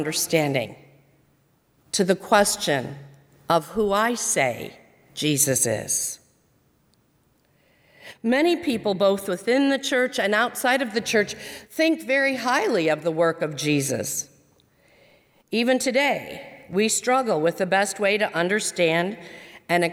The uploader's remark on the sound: during the service on Sunday August 16, 2020, at First Presbyterian Church of Arlington Heights, Illinois